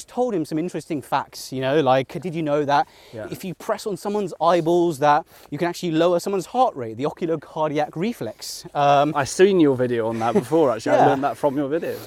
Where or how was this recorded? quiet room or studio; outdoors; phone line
outdoors